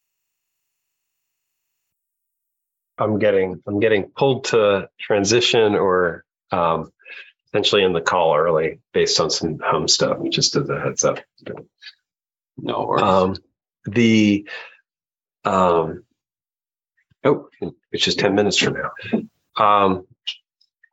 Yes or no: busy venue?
no